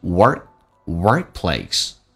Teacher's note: Work 的 K 可是不用发音，在美式发音经常两个辅音在一起的话，那么前面一个辅音是不发音